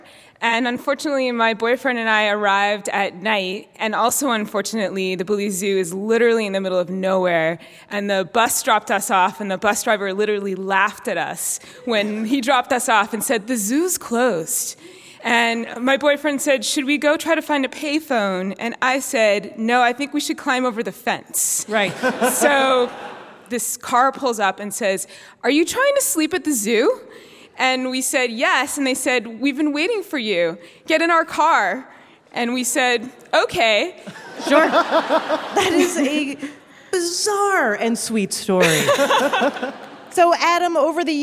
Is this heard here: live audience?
yes